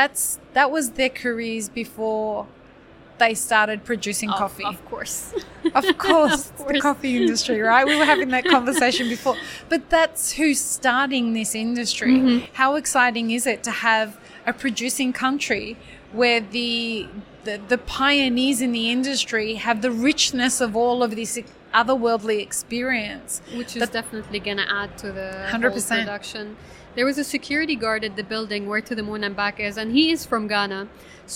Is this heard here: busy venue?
yes